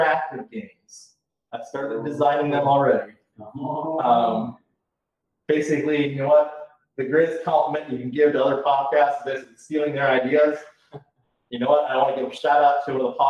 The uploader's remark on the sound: Record their session live in person on what sounds like a recording device from the 40's. Despite numerous technical issues.